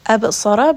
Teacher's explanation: Ra in this case will also be heavy because it has a fatha.